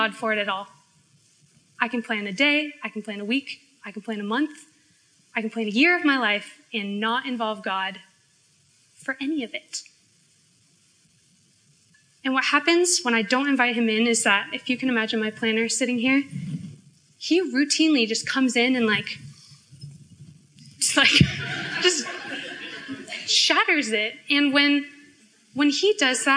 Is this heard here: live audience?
yes